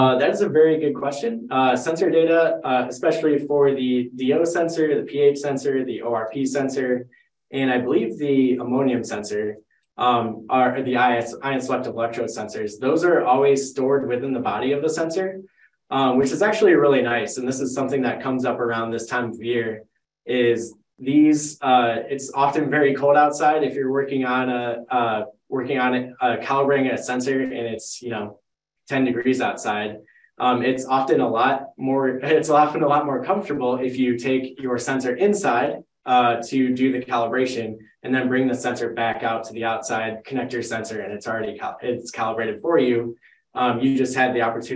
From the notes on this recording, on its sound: This live educational webinar will be 50 minutes with 10 minutes for Q&A.